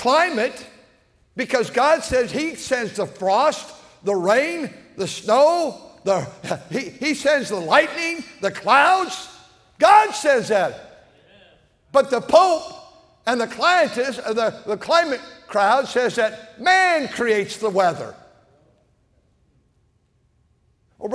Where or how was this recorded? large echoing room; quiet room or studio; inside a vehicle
large echoing room